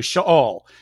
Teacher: Reed Lessing would tell you Sheol. So he tended to emphasize the second syllable, as a lot of Hebrew speakers do